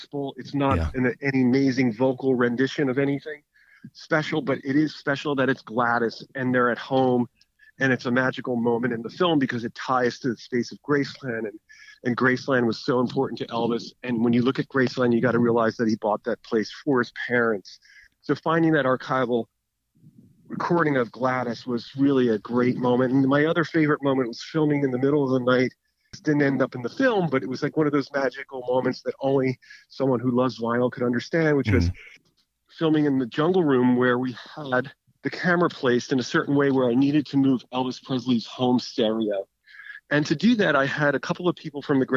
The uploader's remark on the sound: Chat over the phone. Calls from the road.